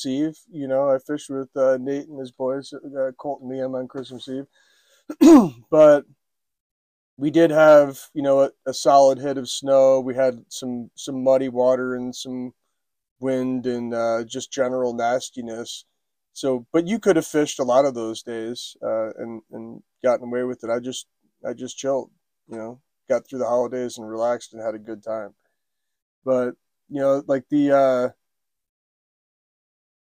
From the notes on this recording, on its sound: They recorded from the road while recon’ing the fishery to provide a report of current conditions.